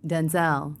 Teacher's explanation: You could emphasize the second syllable